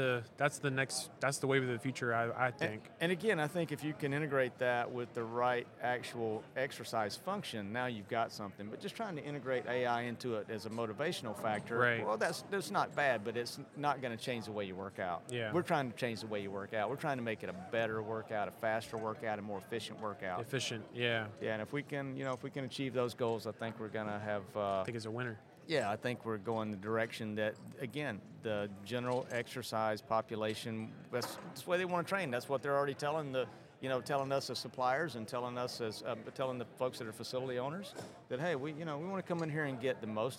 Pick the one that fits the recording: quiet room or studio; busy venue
busy venue